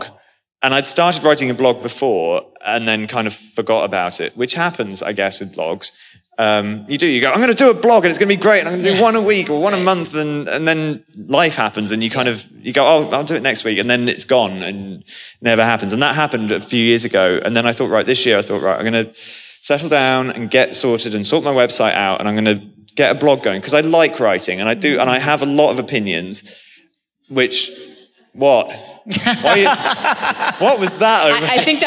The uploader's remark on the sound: Live From LeakyCon 2018